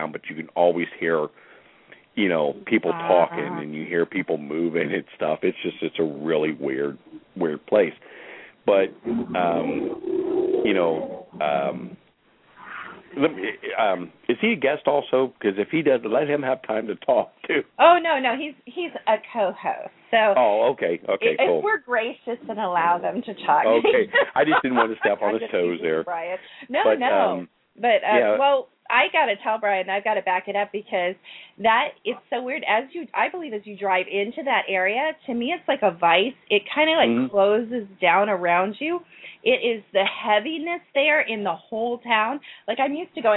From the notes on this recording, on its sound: Take your questions and LIVE calls.